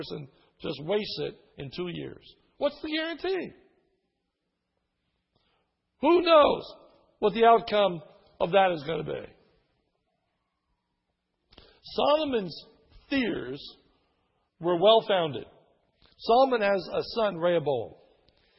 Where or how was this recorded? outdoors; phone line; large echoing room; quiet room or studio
large echoing room